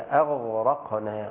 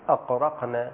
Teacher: أي نعم هو حرفان متقاربان لكن الغين غير القاف، يعني الغين من الحلق أما القاف من أقصى اللسان يعني آخر اللسان، ففي تقارب.